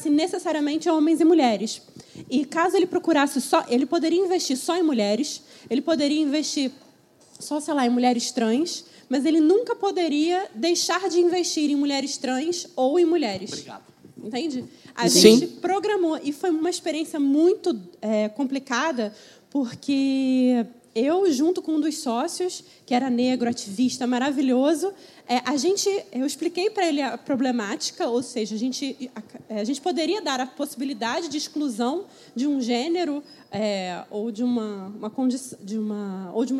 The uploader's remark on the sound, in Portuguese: Esse foi o primeiro Tecnopolítica gravado fora de São Paulo, no Rio de Janeiro, durante o evento ColaborAmerica 2019, e com plateia.